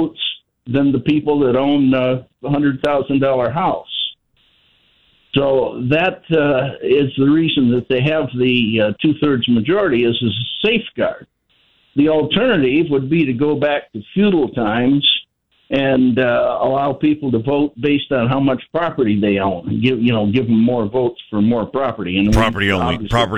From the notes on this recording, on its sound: House members LIVE in studio & open phone Friday.